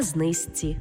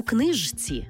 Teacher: Пишемо «жці», а вимовляємо «зці». · Shown in: first take